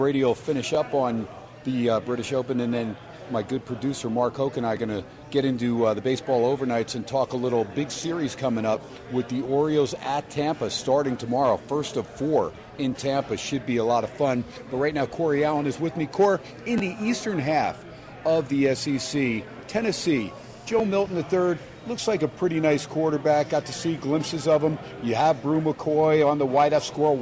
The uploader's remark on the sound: SPORTSXRADIO HUMP DAY AT STEINERS PUB. "Live" from #SteinersPub in #LasVegas.